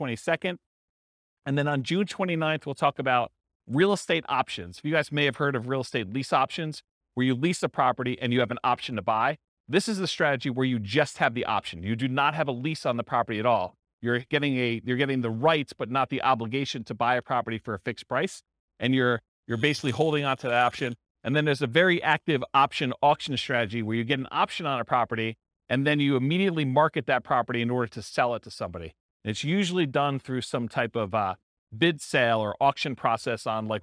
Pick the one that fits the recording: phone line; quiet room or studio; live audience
live audience